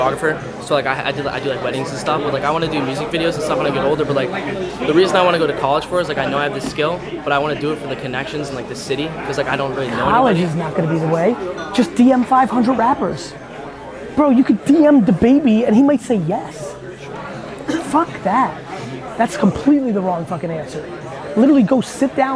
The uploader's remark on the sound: It’s a megavlog of the marathon 4-hour Q&A session I did at Wine Library before Thanksgiving.